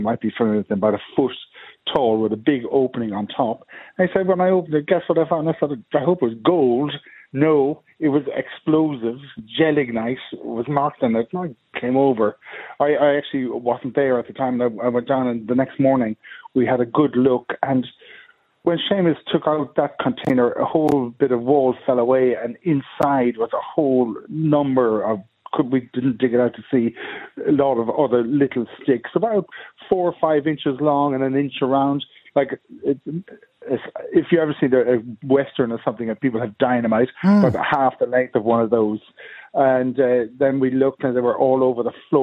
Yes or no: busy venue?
no